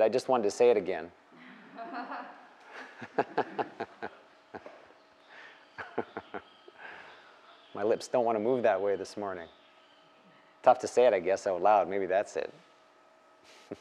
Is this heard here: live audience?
yes